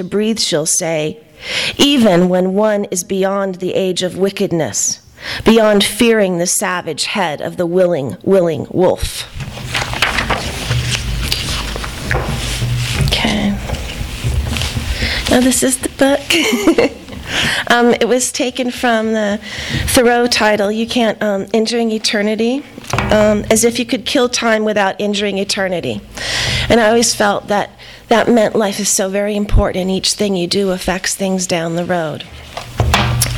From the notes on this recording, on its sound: THIS EVENT WAS RECORDED LIVE AT SKYLIGHT BOOKS.